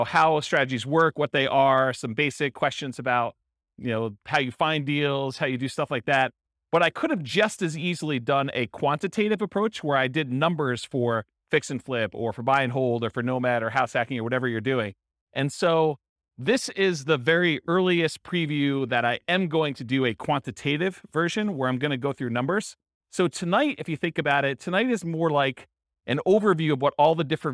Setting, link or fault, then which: setting, live audience